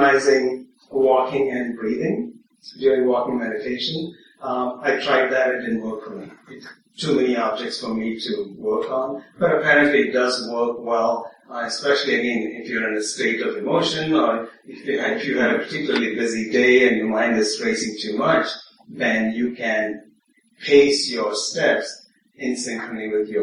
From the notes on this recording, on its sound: (Common Ground Meditation Center). Please note this audio file has poor audio quality.